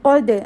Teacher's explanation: So you have to have blend of heavy and then Dal, lighter letter, but Dal will have Qalqala on it